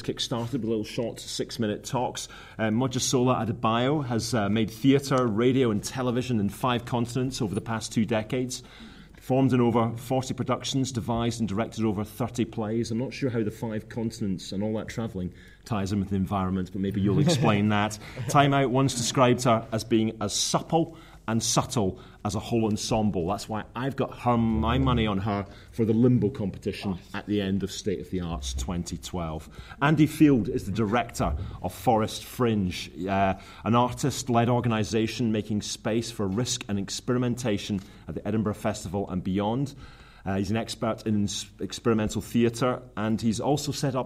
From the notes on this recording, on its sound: State of the Arts is the Arts Council's national conference for the arts and culture sector, it took place at The Lowry in Salford on 14 February 2012 in conjunction with the BBC, Salford City Council, Manchester City Council and the British Council.